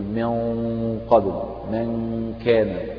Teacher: فالغنة تتشكل بشكل الحرف الذي بعد النون وتأخذ حكمه في التفخيم والترقيق